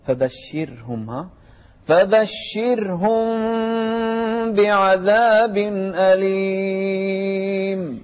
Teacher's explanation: نرقق الراء هني فبشرهم